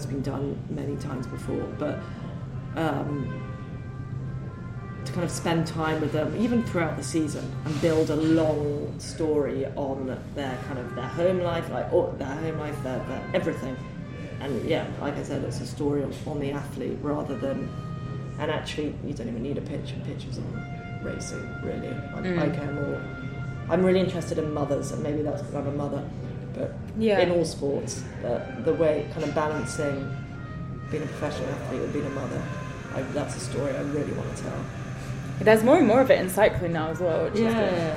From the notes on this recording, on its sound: In a cafe in Girona (please excuse the background noise!).